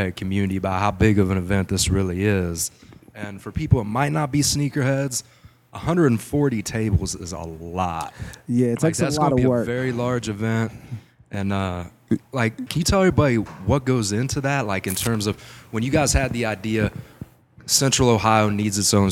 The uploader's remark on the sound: This episode was live from The Creative Plug. This episode was live from The Creative Plug.